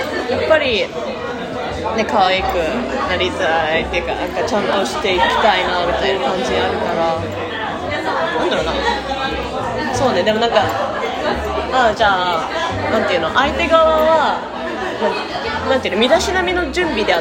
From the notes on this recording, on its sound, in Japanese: 今回大分ガヤいです。ちゃんとした録音環境を作りたい、ピンマイク？いやしかしこのガヤガヤ感もいいのか？